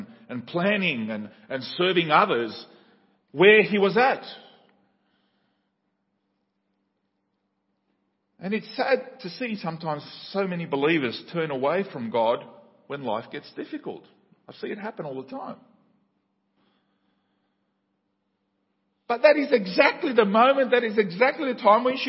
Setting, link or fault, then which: setting, large echoing room